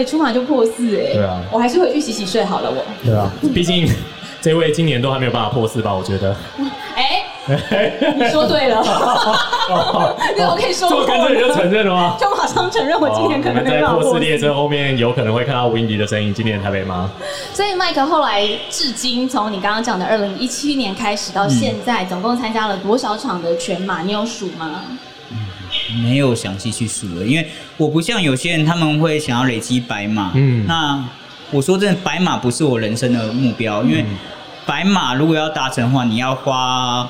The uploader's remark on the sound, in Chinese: 馬拉松博覽會現場錄音實況。本集為博覽會現場實況錄音，收音效果較以往節目不同。舞台直接架設錄音器材，現場隨機找來賓，不NG完成一集節目。在馬拉松運動博覽會現場的實況錄音，來了許多親朋好友及素未謀面的忠實聽眾。